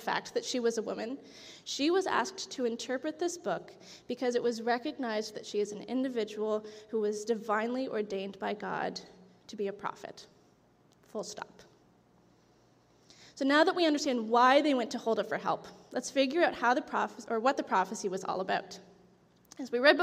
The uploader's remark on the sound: This audio was taken from the July 16, 2023 worship service at FBC Charlottetown